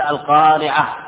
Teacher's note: لها في الأصل لماذا؟ لأنها مبدلة من التاء القارعة هذا الأصل لما وقفنا عليها أبدلنا التاء هاء · Term: التاء المربوطة